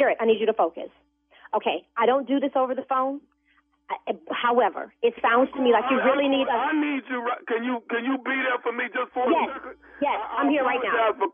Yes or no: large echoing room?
no